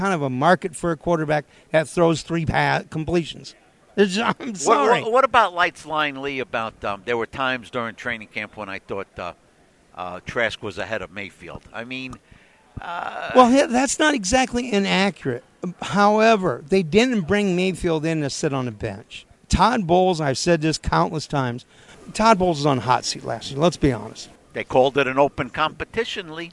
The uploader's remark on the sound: Live at the NFL Scouting Combine.